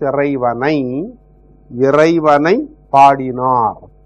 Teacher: you have the accusative case marker here I, so it becomes iraivanai, iraivanai paadinar. This is a hard sound, so naturally you have this pa doubled